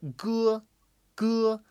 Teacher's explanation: It's kind of the that poppy G from the back of your throat